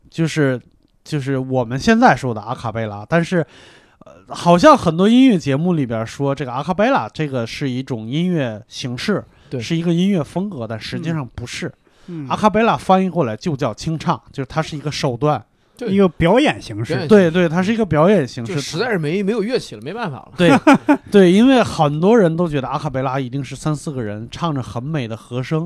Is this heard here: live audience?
no